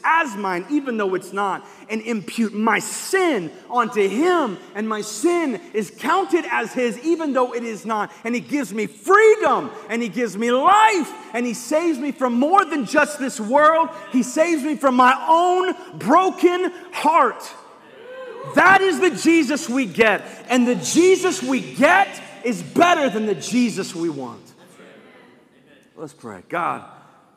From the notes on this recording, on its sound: live from Covenant Church